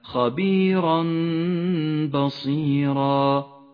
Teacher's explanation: وأخيرا حكم الإقلاب في قوله تعالى خبيرا بصيرا، جاء التنوين وبعده حرف الباء، يقلب التنوين إلى ميم، تغن الميم بمقدار حركتين ولذلك لونت بالأخضر.